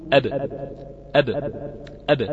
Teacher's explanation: تجد أن الصوت بادر بالفعل بالخروج من قبل أن تلامس الشفة العليا الشفة السفلى